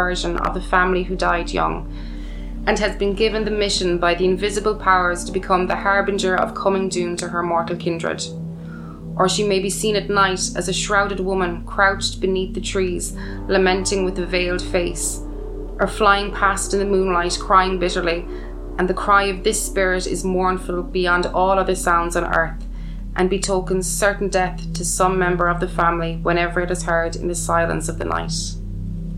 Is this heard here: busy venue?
no